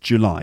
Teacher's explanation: the second syllable is stressed